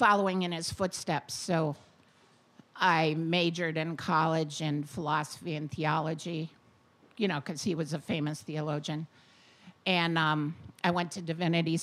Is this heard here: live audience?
yes